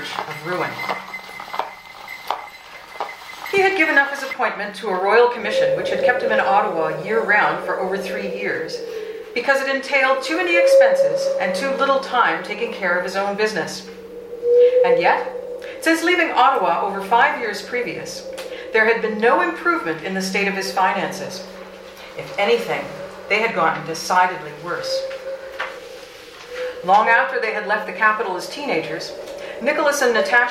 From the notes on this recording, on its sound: An adaptation of Leo Tolstoy's "A Russian Christmas Party" performed live at the old Barry's Bay Train Station.